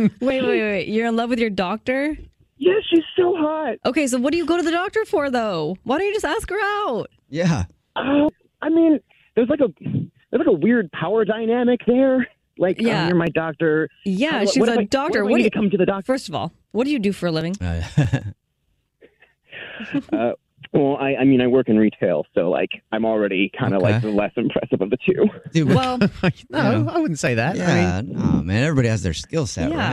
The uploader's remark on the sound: Someone on the phone